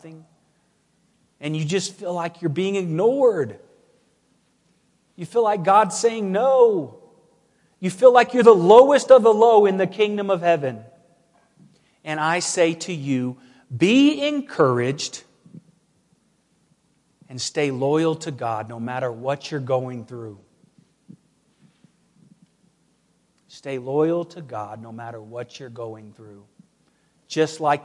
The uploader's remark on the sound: Woodland Life Church Live